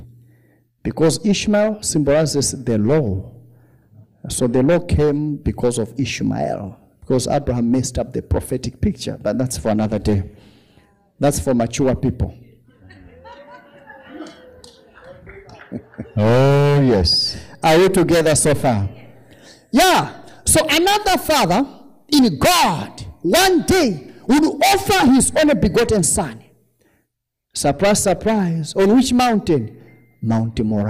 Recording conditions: live audience